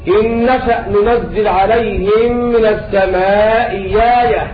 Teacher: بإبدال الهمزة ياء لوقوعها مفتوحة بعد همزة مكسورة · Term: البدل المغير بالإبدال